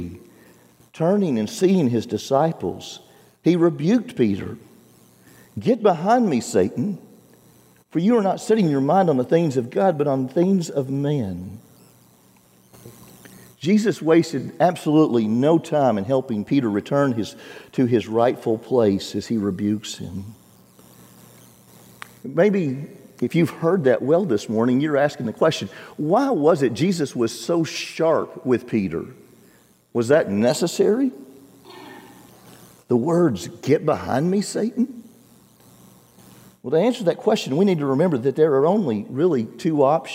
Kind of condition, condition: setting, large echoing room